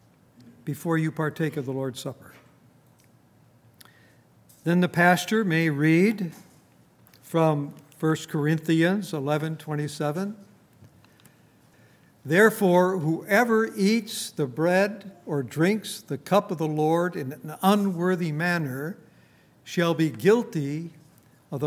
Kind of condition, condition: setting, large echoing room